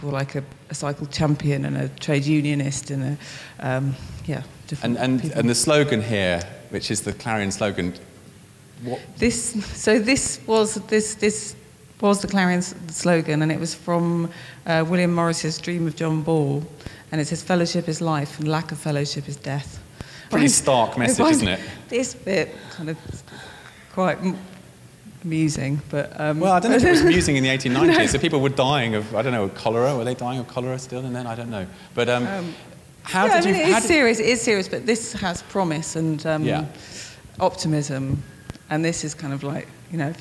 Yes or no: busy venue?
yes